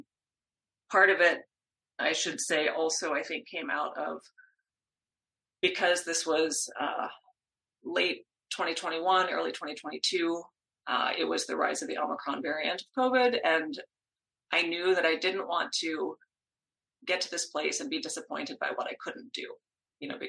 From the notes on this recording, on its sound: talk over the Internet on a Zoom call